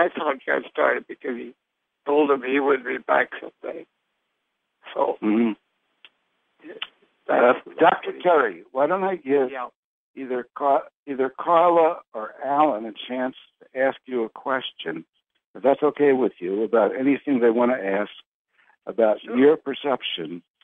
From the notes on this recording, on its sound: Conference Call LIVE.